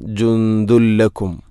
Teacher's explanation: തൻവീനിനെ ലാമിലേക്ക് കൂട്ടിലയിപ്പിക്കണം. അപ്പോൾ ആ നൂനിൻ്റെ ശബ്ദം കേൾക്കൂല. ജുന്ദുൻ എന്ന ശബ്ദമില്ല. · Term: ഇദ്ഗാം ബിലാഗുന്ന